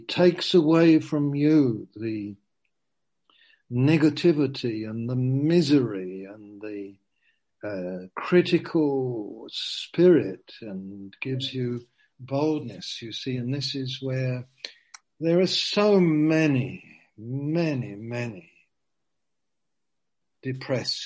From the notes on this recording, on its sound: Q & A (Zoom). Teign Valley Sessions.